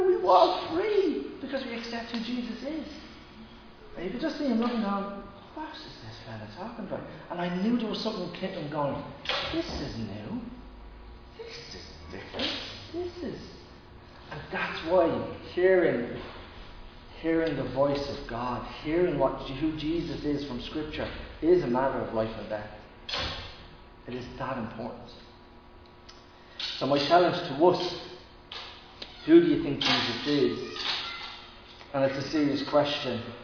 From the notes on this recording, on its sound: Recorded live in Liberty Church on 8 August 2021.